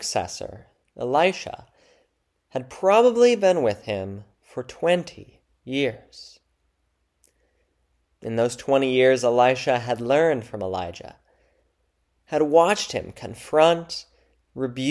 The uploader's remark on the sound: February 11, 2024 Church Service.